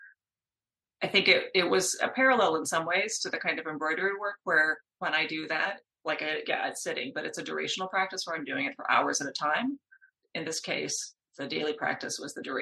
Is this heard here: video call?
yes